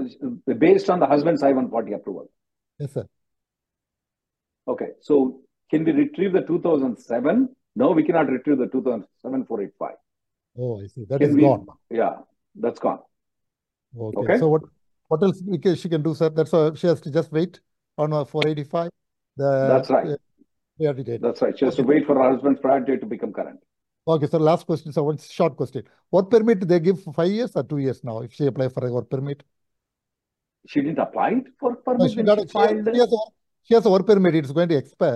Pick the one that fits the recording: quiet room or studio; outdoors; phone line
phone line